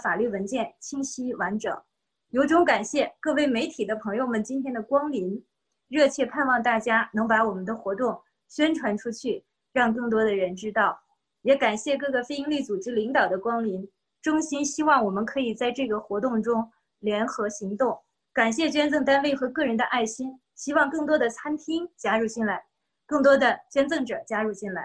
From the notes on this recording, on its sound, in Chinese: 西雅图“爱心午餐”新闻发布会。这是4月13日我在线上主持的一场新闻发布会的录音。